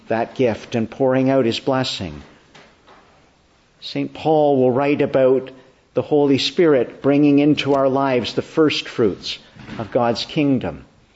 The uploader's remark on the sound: Morning Service. Preached in the Church of the Annunciation of the Blessed Virgin Mary, Ottawa on the feast of Pentecost/Whitsunday.